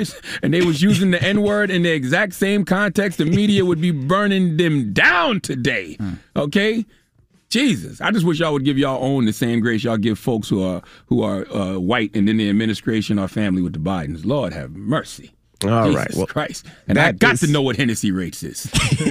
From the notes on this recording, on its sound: We opened up the phone lines for our married listeners.